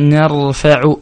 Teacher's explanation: الراء أتت ساكنة وما قبلها مفتوح، فالحكم فيها أنها مفخمة